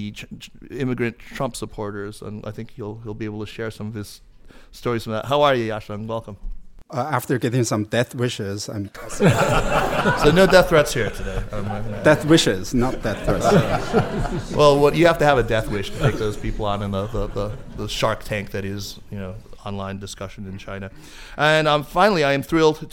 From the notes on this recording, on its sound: recorded a discussion in front of a live audience at the 1990 Institute in San Francisco